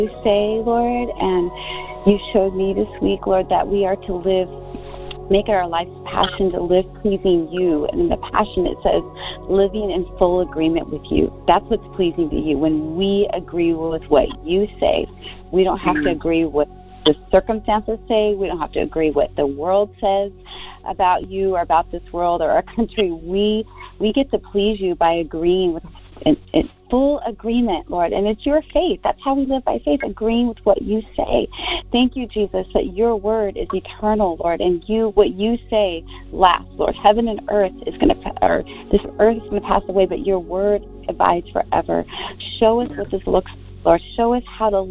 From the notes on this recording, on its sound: ZOOM. During the WEEKLY "Intercessors Arise!" Prayer. Conference call.